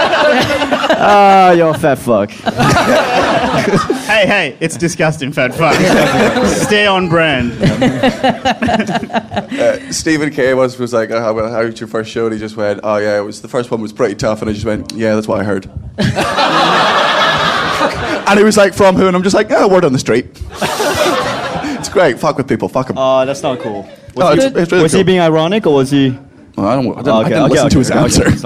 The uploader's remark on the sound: Recorded LIVE at the European Bier Cafe.